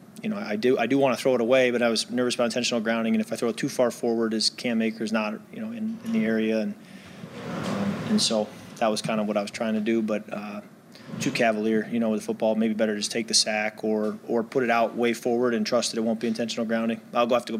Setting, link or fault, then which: setting, busy venue